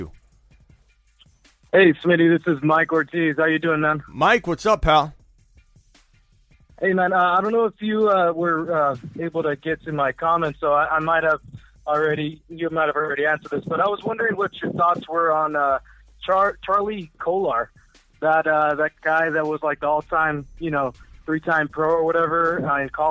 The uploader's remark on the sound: phone calls all hour